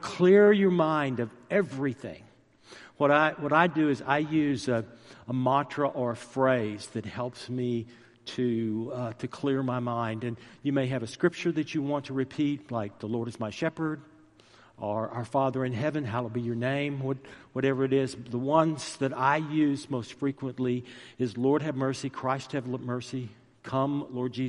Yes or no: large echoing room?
yes